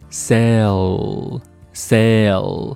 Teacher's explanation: sell 在读这个 L 这个音的时候，我们会把舌尖顶到上牙膛，读作 sell,sell。那后面的 it 会和这个动作连接起来， sell it 就会自然而然的发